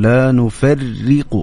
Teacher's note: الراء هنا مكسورة وحكمها الترقيق